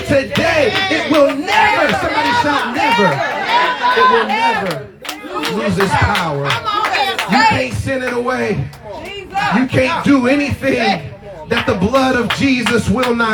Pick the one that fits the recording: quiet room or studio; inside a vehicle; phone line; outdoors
outdoors